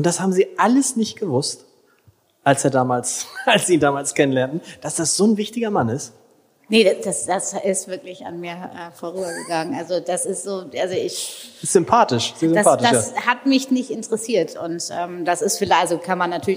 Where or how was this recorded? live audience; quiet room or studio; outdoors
live audience